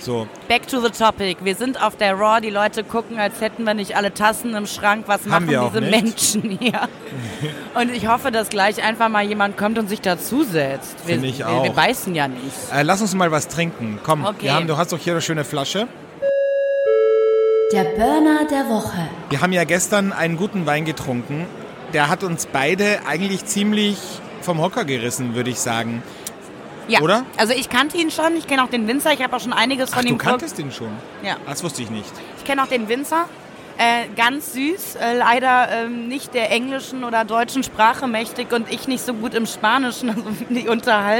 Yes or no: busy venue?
yes